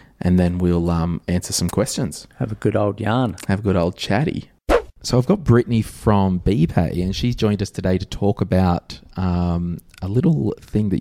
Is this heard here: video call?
no